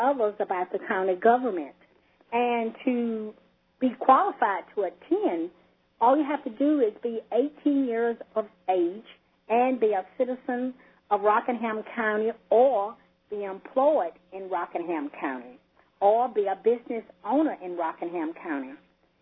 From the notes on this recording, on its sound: an hour-long conference call from June 11